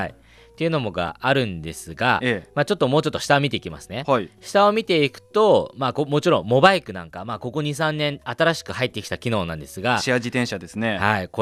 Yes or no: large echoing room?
no